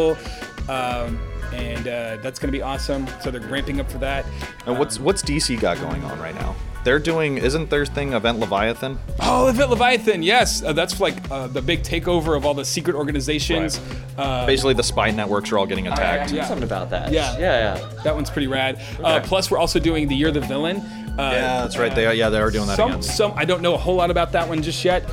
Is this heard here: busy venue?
yes